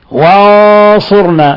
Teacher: نون ساكنة جاء بعد حرف الصاد، والصاد من حروف الإخفاء الحقيقي، فتخفى إخفاء حقيقيا، ولاحظوا تفخيم الغنة بسبب الصاد